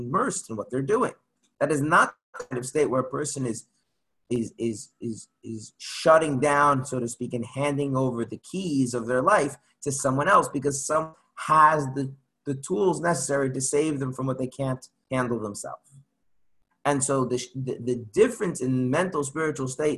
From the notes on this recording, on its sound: Zoom Class